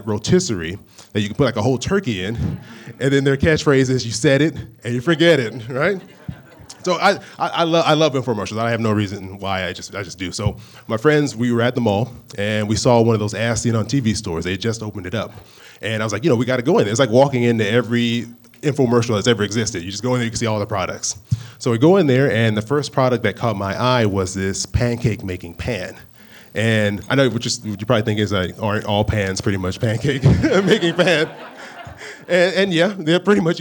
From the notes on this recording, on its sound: The live episode of Popcorn Finance that I recorded at the Improv in Orlando, Florida as part of the Stacking Benjamins Three Town Tour.